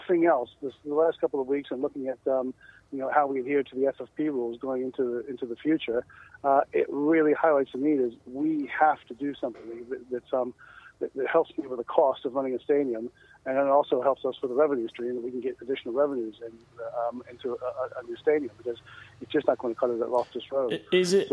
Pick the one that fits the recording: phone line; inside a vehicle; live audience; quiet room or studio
phone line